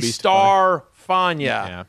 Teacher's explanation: The emphasis is on the star, not the Fania.